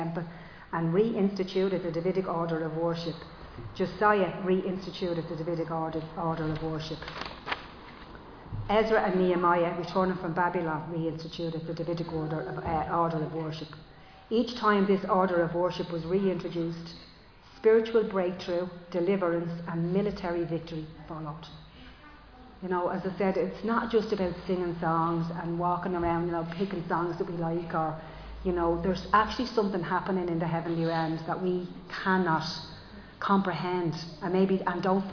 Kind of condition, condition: setting, large echoing room